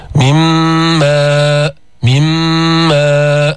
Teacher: أدغمنا النون في الميم، فلفظنا ميما مشددة مع الغنة